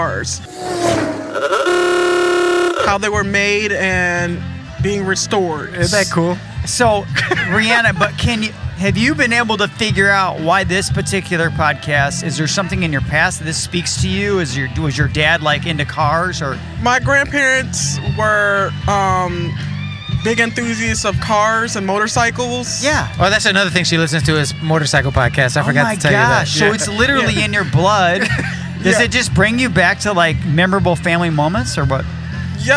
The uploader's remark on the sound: We loved connecting with people at the market and we loved the way these much deserved good people got a chance to step up to the mic and made the most of it!